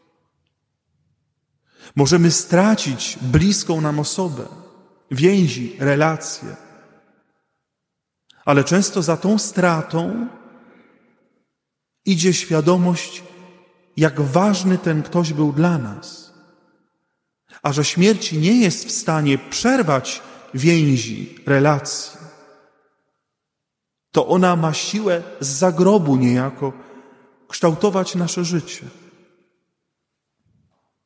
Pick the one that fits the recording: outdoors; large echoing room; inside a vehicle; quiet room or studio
large echoing room